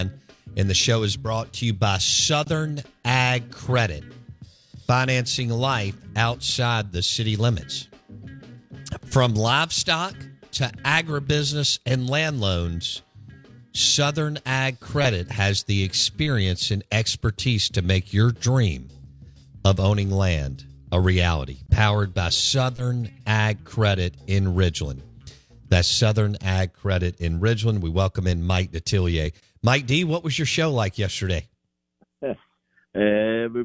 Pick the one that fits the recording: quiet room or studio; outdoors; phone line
phone line